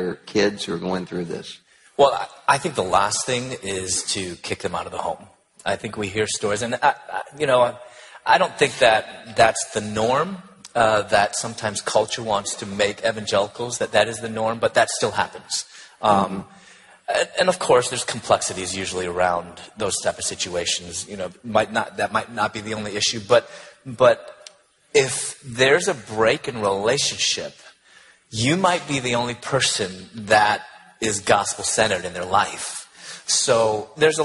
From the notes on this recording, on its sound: On a panel at the 2014 National Conference.